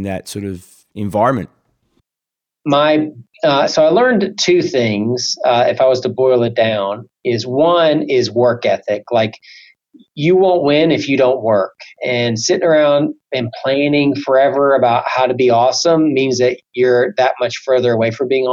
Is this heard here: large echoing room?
no